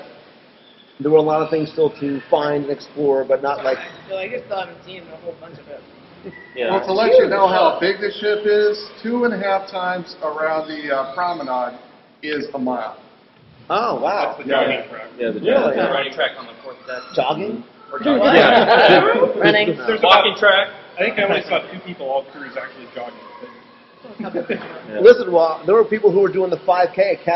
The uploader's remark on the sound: LIVE from the Disney Dream. WDW Radio Cruise recap and live broadcast.